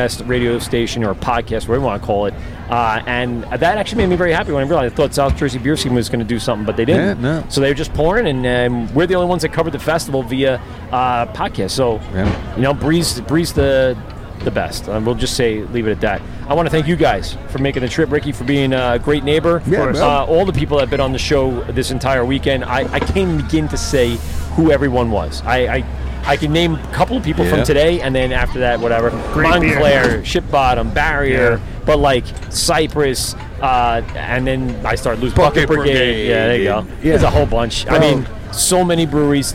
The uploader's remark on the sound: LIVE AC Beerfest. Music and liquid flowing all day.